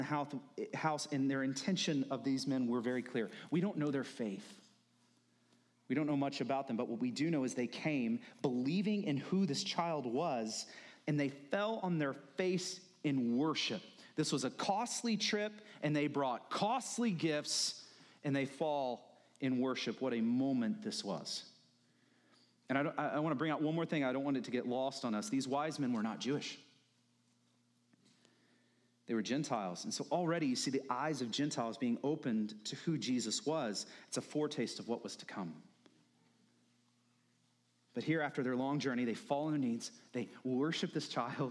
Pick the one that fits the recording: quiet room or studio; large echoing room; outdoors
large echoing room